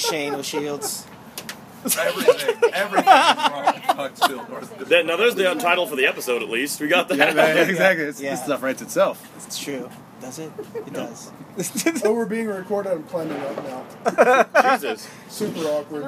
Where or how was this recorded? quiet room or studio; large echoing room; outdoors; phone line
outdoors